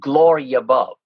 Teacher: that yeah sound of the Y is swallowed into the following unaccented syllable